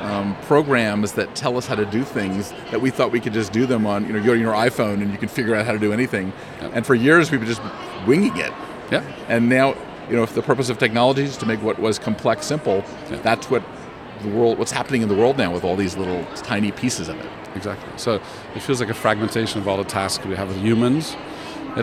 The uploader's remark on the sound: Live from #IMEXAmerica